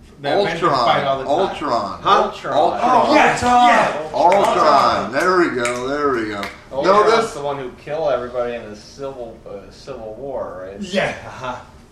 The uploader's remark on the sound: Live from Phoenix ComiCon! The first in a series of three podcasts performed at Phoenix ComiCon 2013.